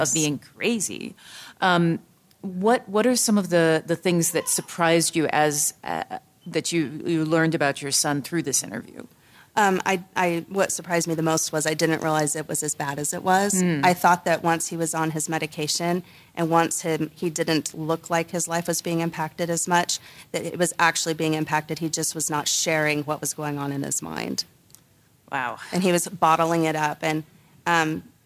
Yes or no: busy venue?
yes